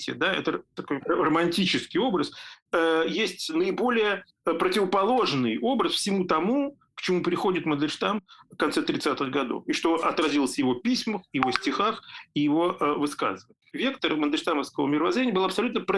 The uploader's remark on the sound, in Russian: в зуме, приносим извинения за качество звука!